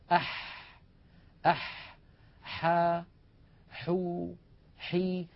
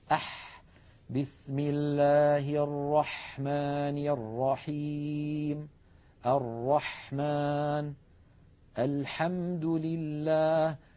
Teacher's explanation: الحاء أيضا يا إخوة من وسط الحلق، أح أح حا حو حي. لاحظوا البحة الموجودة في الحاء الفصيحة، أح بسم الله الرحمن الرحيم الرحمن الحمد لله هكذا صوت الحاء الفصيحة بعيدة عن أي حرف آخر.